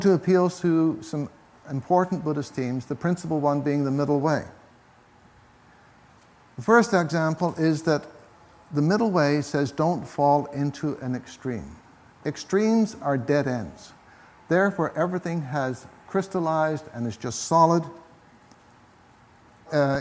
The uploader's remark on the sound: This week’s episode is taken from the recent Buddhist Geeks Conference